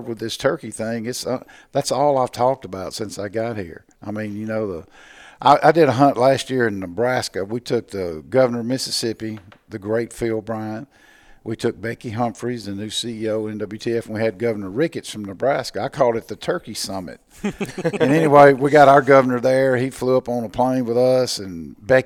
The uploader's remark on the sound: At the 2019 NWTF show in Nashville we got a chance to sit down and record a podcast